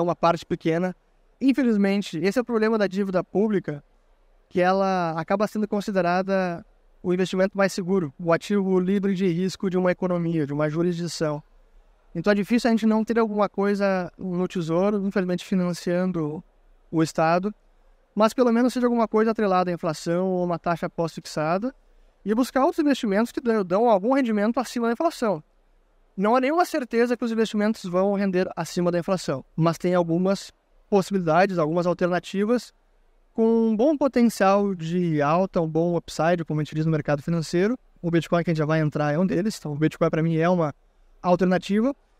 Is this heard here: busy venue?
yes